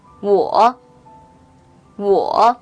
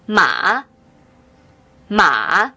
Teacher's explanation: Now comes to the third tone, which we call the falling rising tone. The symbol of third tone is very similar to a tick which goes down first, then goes up.